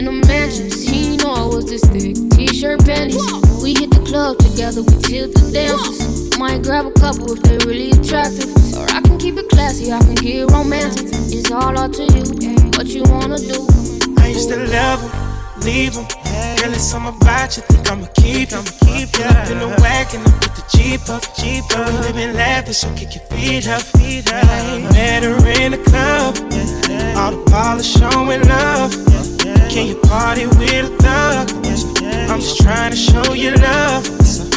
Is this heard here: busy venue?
yes